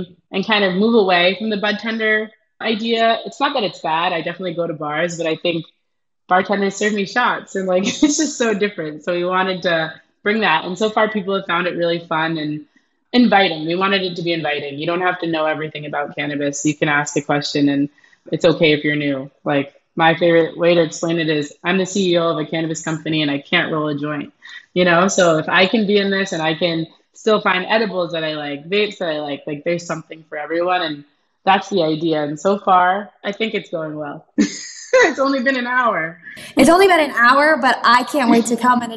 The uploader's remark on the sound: Recorded on Squadcast